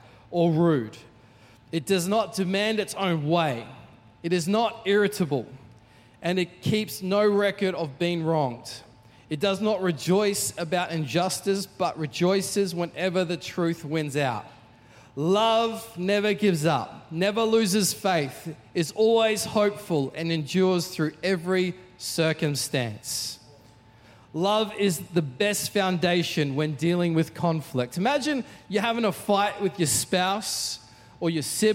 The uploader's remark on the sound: Recorded during our 5pm service on Sunday, the 26th of November 2023